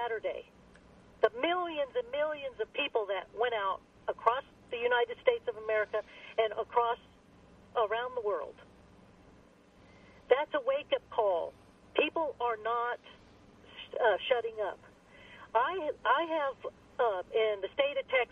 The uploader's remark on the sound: open phones hour